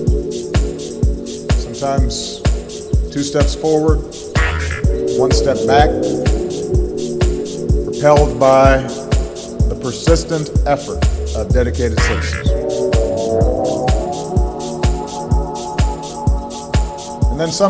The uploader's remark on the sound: Live at Bottom Forty Seattle Pride. Live at Bottom Forty Pride 6-27-15, Big Building warehouse Seattle.